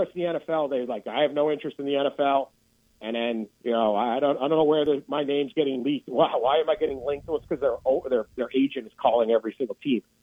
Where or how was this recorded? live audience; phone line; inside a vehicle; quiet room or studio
phone line